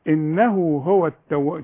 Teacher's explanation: النون لازم تغن ما دام على الشدة